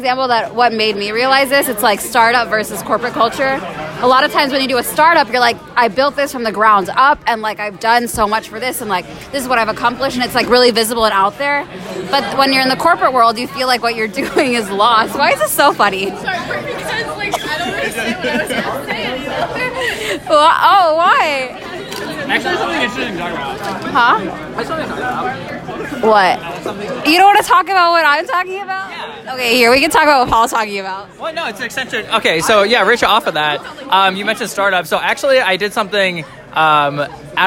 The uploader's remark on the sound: Recorded during trivia night at The Stacked Pickle.